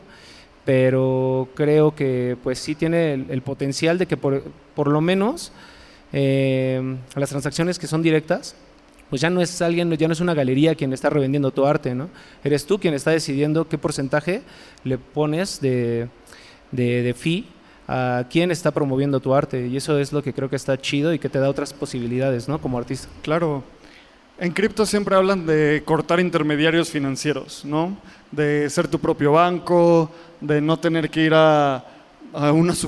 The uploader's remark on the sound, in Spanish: Este episodio es un panel que grabamos en el Foro Indie Rocks sobre NFTs.